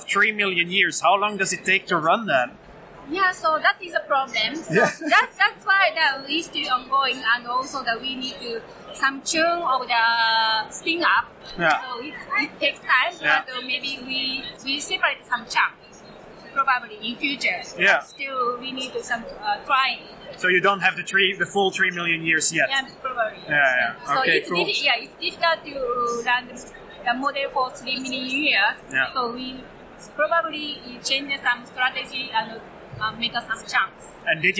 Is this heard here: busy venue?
yes